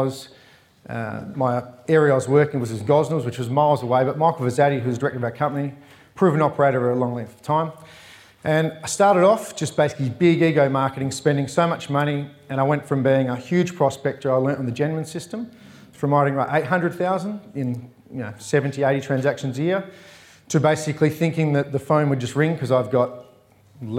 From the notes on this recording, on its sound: Recorded live at REBar Camp 2019.